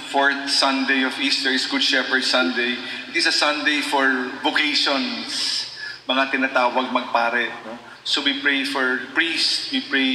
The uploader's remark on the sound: a recorded audio of National Shrine of the Sacred Heart's mass